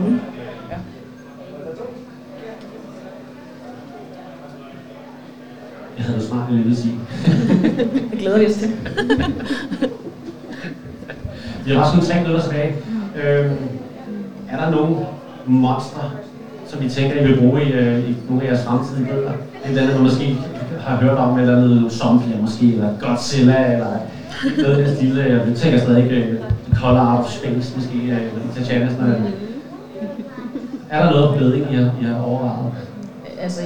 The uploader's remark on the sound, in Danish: Vi optagede LIVE under Holbæk Fantasydag 2023. 8 forfattere fordelt over 3 paneler.